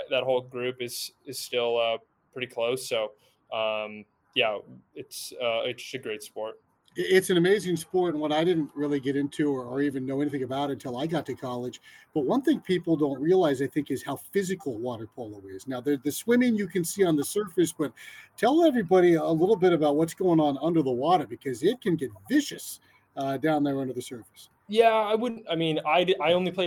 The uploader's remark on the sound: the sounds of Spring Training in Fort Myers